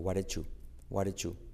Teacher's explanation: La D como R suave y como E, la D más la una J.